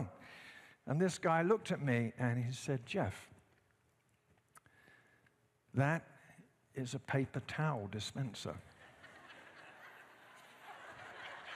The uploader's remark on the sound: at Timberline Church